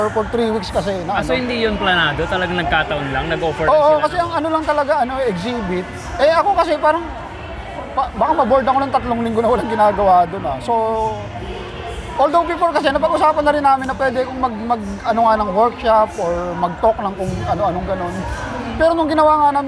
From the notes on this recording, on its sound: This exciting episode was recorded at the prestigious Philippine Book Festival 2023 held at The World Trade Center, Pasay City.